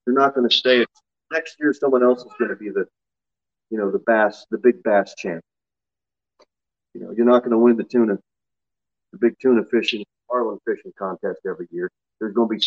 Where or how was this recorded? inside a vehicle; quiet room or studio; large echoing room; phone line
large echoing room